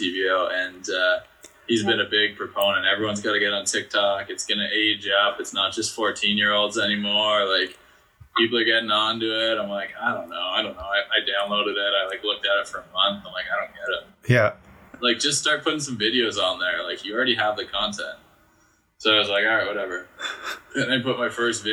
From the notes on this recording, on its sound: This Stay Home conversation was a little bit on the rough side as we faced some technical difficulties with recording to Zoom but I tried to clean up the audio as best as I could